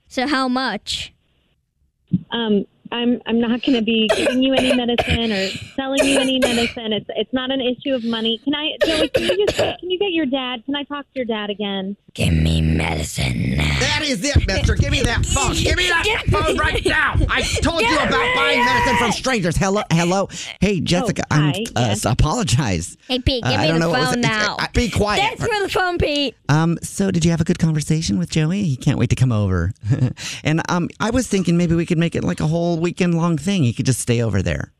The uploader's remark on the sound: Phone Prank